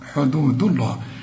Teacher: وتلك حدود الله، رقق الدال حدوده، وما دام الدال عليها الضمة يبقى لفظ الجلالة مفخم